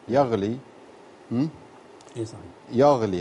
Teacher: الغين تكون فخمة شوي · Term: فخم الغين